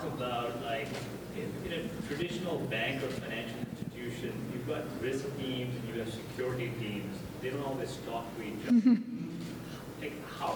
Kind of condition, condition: setting, busy venue